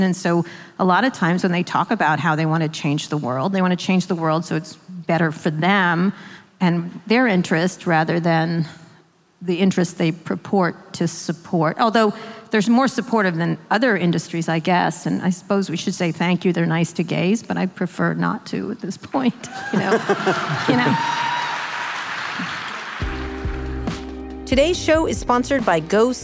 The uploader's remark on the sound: Appearing as a guest on a live taping of their podcast, Pod Save America, in Oakland, California.